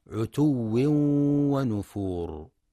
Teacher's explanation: وينتبه القارئ للواو المشددة وللإدغام مع الغنة في عتو ونفور، فلا يقرأ عتو ونفور.